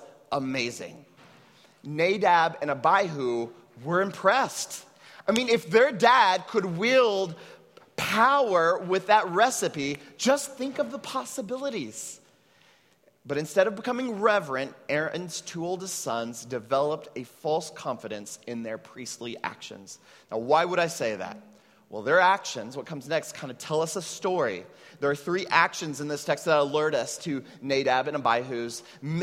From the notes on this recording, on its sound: at Trinity Church, Puerto Rico